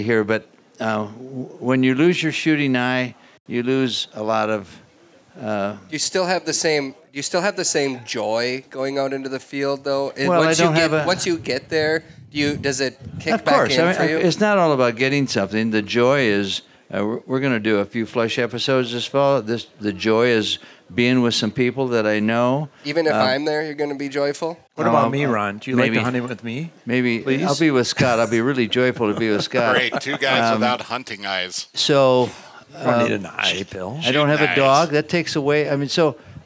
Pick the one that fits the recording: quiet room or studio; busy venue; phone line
busy venue